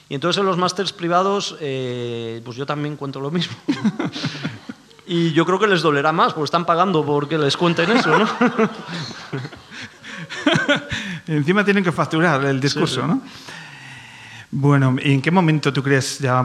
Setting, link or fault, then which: setting, live audience